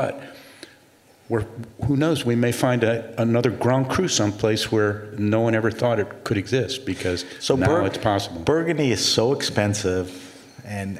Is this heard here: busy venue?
yes